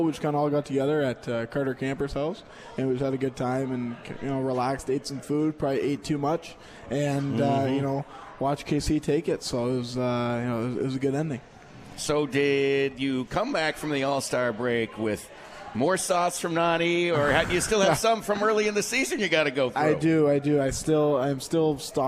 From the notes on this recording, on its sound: At The 72 Tavern & Grill and joined on the phone.